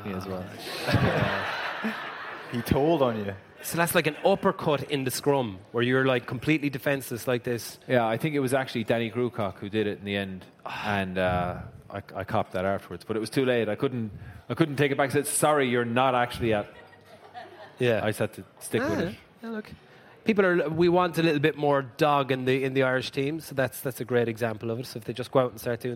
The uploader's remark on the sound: LIVE in Dublin. As House of Rugby goes live to preview some big Guinness Six Nations matches.